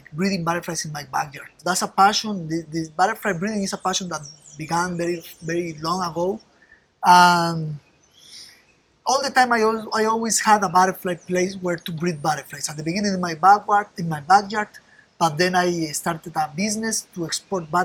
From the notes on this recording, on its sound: We visited him in his live butterfly exhibition on the university campus. It was, as you would expect, a little noisy, being in the middle of the big city, San José, but in our little pocket of paradise, we were surrounded by the most beautiful butterflies and jungle sounds.